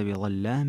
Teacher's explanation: اللام هنا مغلظة وهي في أصلها أنها مرققة · Term: تغليظ اللام